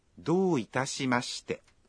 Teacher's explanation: Lorsque vous dites どういたしまして, vous allongez la voyelle O dans Do.